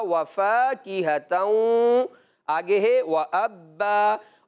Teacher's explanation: अच्छा, वफ़ा की हताओं के बाद जब हम आगे आते हैं तो यहाँ पर तनवीन के बाद हरूफ यरमलून में से वाउ आ रहा है, चूँकि इदगाम का कायदा लग रहा है, यहाँ पर भी हम क्या करेंगे, गुन्ना करके पढ़ेंगे